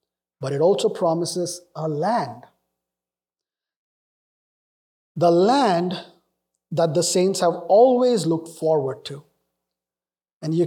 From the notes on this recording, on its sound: Northfield Community Church. This sermon was preached.